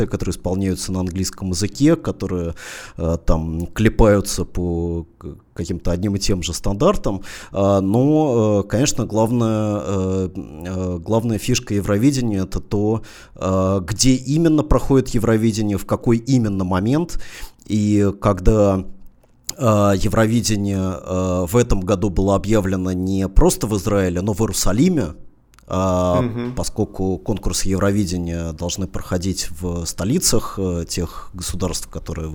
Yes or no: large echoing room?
no